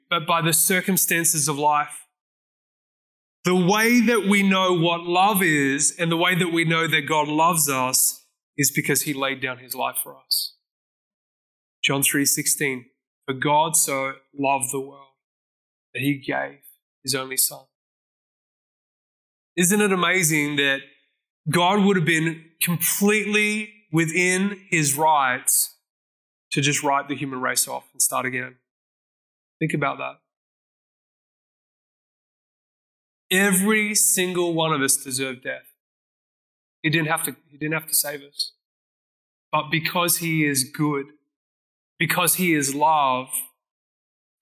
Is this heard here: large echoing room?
yes